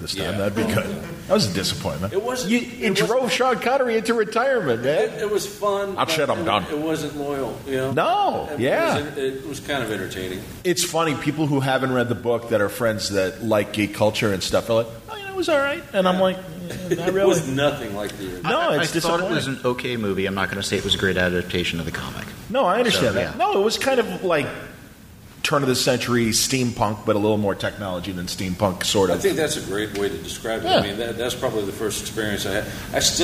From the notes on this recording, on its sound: San Diego Comic Con Panels. This year at Comic Con, I had the pleasure of moderating these 2 informative panels.